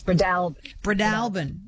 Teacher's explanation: David in Tamworth says, I always understood it to be Bradolban with the emphasis on the second syllable, the third almost not pronounced